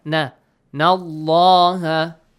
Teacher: The lam of the word Allah will be pronounced heavily